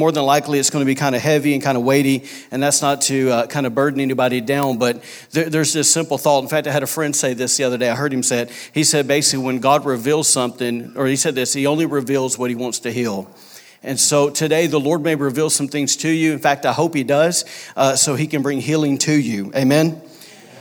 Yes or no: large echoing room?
yes